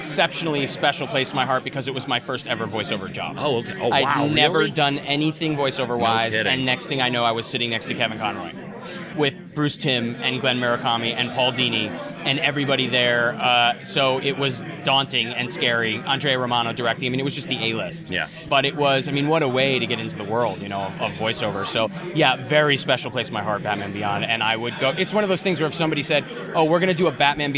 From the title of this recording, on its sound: SDCC 2015 Interviews